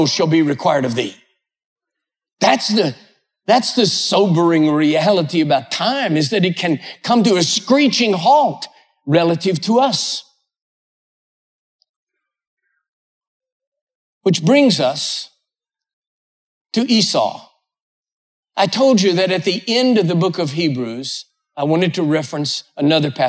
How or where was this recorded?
large echoing room